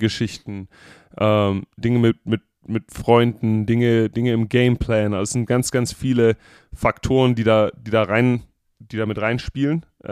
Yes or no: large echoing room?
no